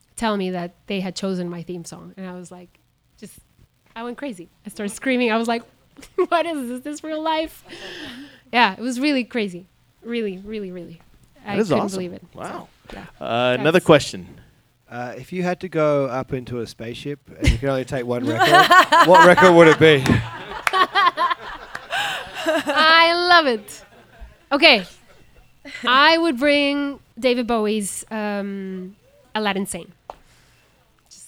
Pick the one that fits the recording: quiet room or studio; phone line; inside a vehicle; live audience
live audience